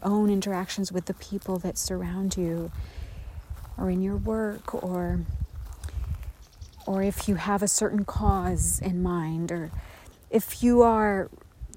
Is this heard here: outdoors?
yes